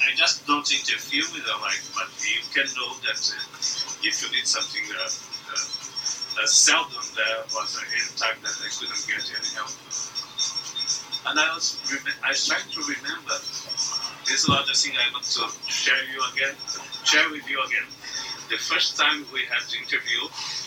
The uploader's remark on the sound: the 'warts and all' principle is followed to provide this podcast without delay while the poddling team develops skills at dealing with the audio 'warts'.